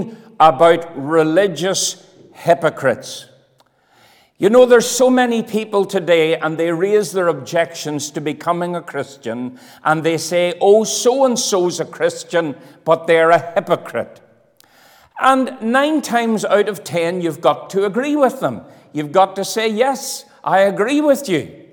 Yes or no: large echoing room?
yes